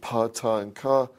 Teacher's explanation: pa, ta, and ka have longer VOT values · Term: voice onset time